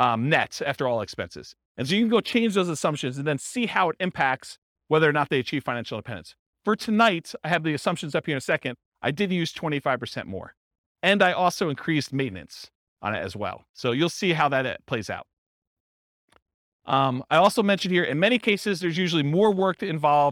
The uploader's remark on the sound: This was a live class recorded to give investors a solid overview of the buy and hold real estate investing strategy including short-term rentals.